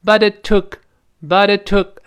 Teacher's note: 个 it 如果读得很快，就会连到一块，读成 butit，butit。然后 it 跟 took it 那个 t 失去爆破了，因为 took 又是辅音开头